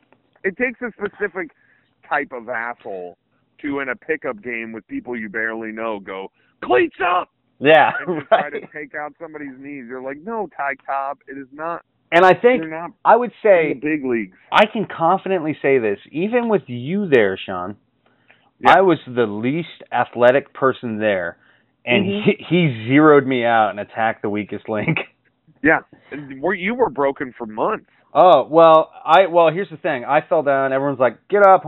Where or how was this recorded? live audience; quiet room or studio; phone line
phone line